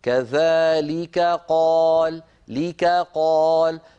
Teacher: والكاف والقاف مخرجهما قريب من بعضه فعلينا أن نبين الكاف مرققة والقاف مفخمة هكذا كذلك قال ليك قال فلا يخرج النطق كأنه كافان أو